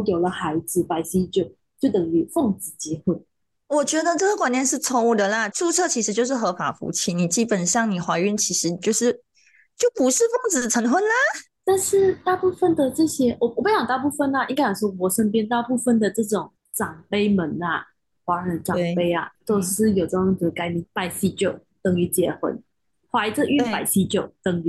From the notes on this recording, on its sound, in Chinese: 所以选择了线上录音